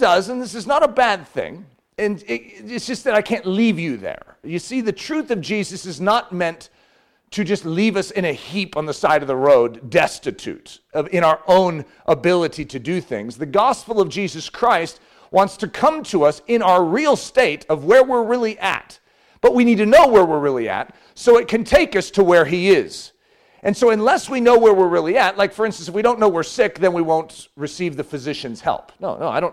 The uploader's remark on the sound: This message was given Saturday morning during his fall Fatherhood conference